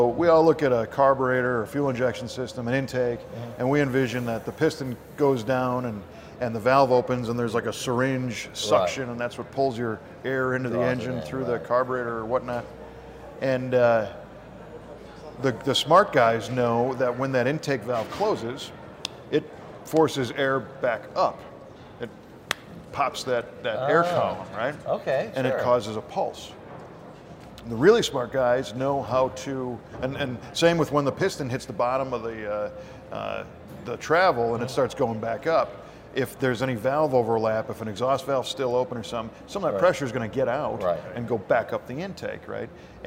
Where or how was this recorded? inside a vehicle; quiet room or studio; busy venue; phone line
busy venue